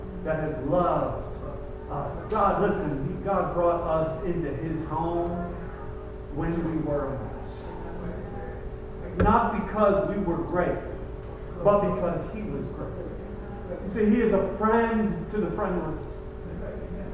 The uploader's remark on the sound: Apologies for the poor audio